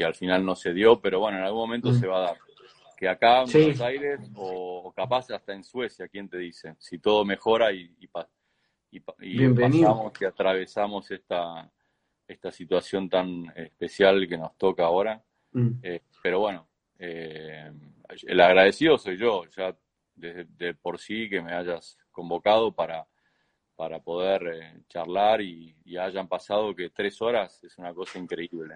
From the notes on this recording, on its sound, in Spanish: conversaciones en vivo por Instagram